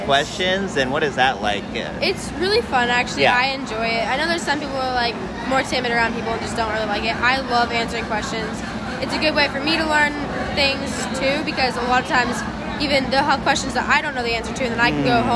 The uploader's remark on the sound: We bring our annual live special from the Clackamas County Fair, featuring interviews with fair coordinators, exhibitors and superintendents, entertainers, 4-H members and more.